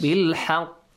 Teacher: When you stop here, قَلْقَلَة. Bounce the sound, yes. Echo the sound.